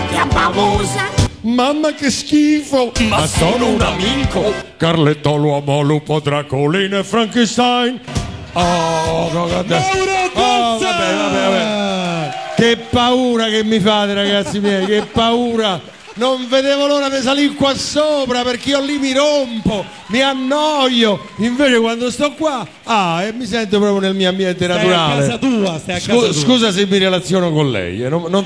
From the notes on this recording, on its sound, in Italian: L’evento irripetibile che si è svolto a Roma. I discorsi e le esibizioni degli artisti saliti sul palco del premio alla memoria di Olimpio Petrossi. Qualcuno ha regalato al caloroso pubblico una piccola esibizione.